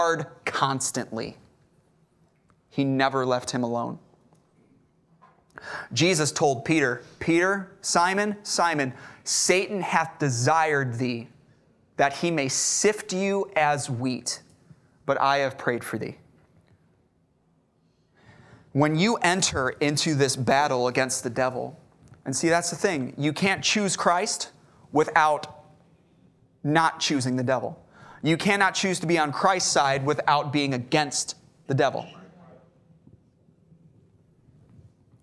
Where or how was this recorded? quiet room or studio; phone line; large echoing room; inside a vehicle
large echoing room